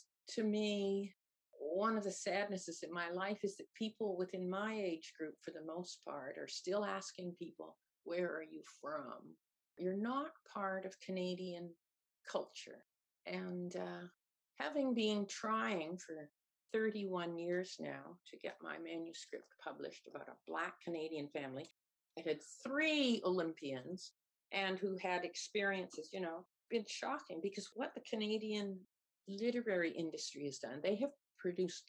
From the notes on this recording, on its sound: I interviewed. Over Zoom while travelling west last summer.